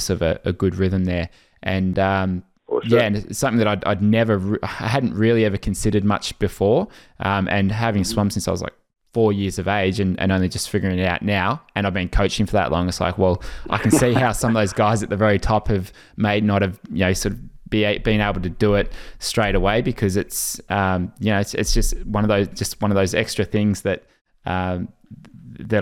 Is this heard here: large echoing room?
no